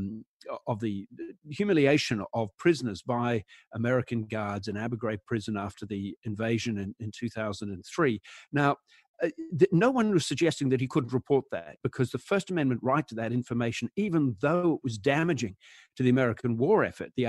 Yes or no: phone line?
no